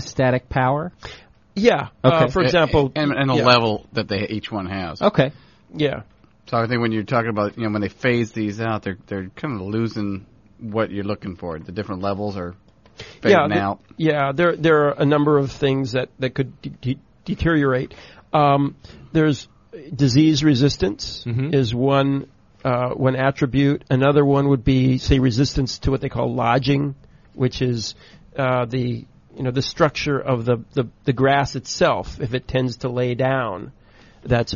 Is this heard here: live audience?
no